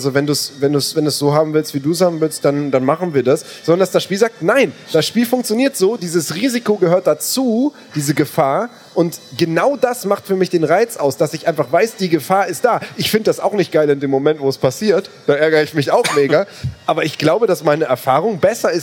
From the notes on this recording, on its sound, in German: Aber heute wollen wir diesen Streit ein für alle Mal beilegen - auf der CAGGTUS in Leipzig, live und in Farbe.